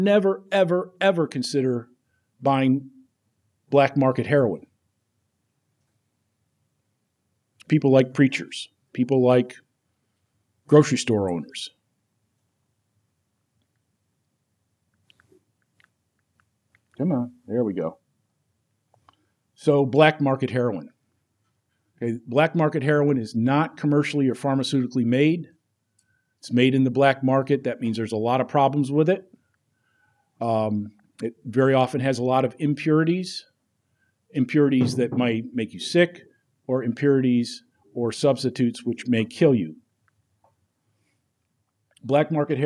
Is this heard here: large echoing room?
yes